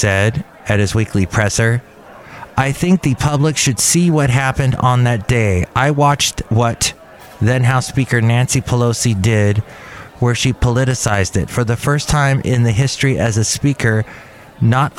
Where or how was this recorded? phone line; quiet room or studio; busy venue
busy venue